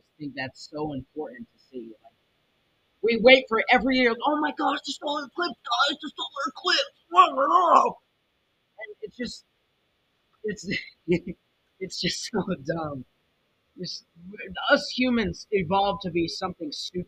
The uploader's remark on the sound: I was waiting for a new microphone and it got here. The microphone audio messed up.